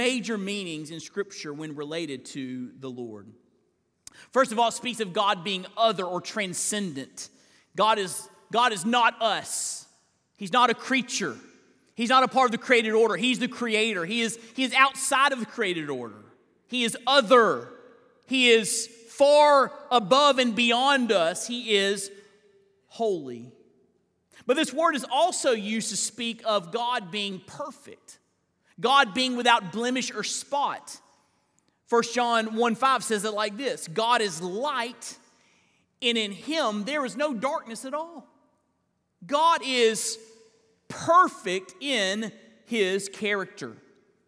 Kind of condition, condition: setting, large echoing room